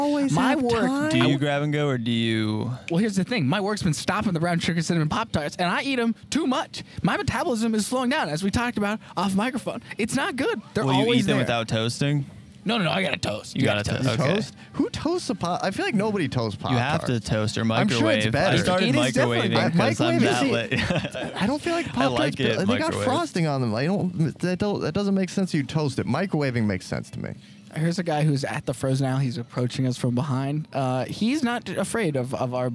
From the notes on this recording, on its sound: LIVE FROM THE GROCERY STORE! Recording in the Thai Town Ralphs.